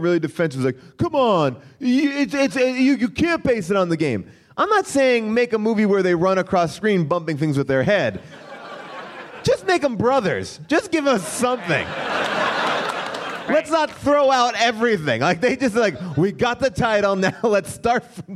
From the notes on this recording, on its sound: LIVE at Bumbershoot! Plus, we hear what the gang was doing when the movie came out in theaters during our Q&A.